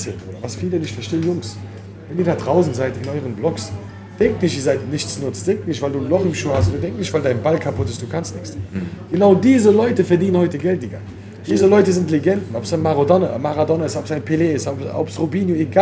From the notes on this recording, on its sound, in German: diese Folge wurde direkt vom Kiosk am Hafen aufgenommen, genauer gesagt vom Hafenplatz 1-3.